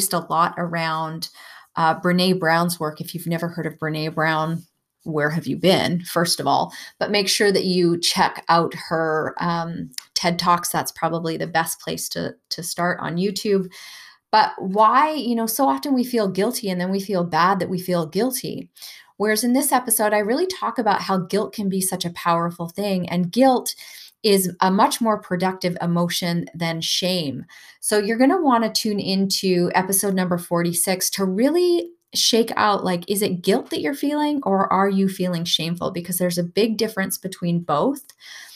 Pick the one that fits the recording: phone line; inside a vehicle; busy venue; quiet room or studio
quiet room or studio